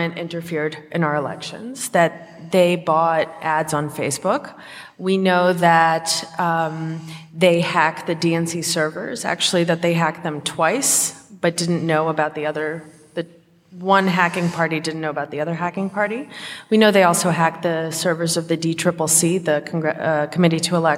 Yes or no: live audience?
yes